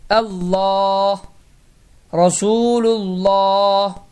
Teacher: Əgər Allah sözündən əvvəl gələn hərfin hərəkəsi fəthə, yəni ə və ya damma, yəni u olarsa, bu zaman Allah sözü qalın oxunar.